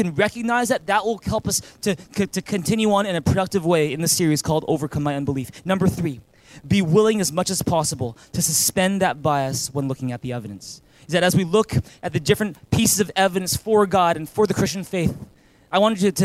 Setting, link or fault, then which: setting, large echoing room